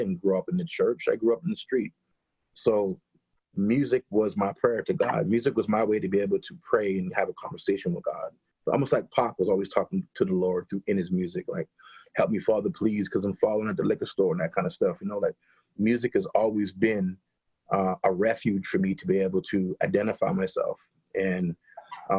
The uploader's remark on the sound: does a Zoom interview